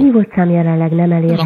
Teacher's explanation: De kicsit ilyen nazális, ilyen orrhangon mondja.